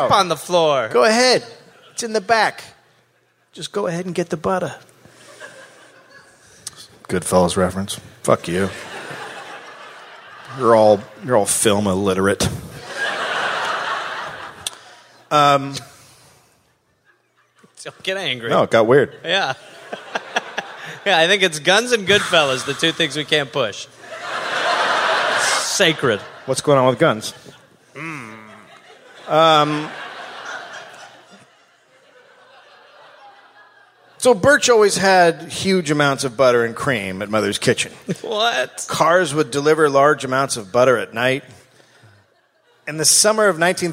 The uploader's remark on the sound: live in Seattle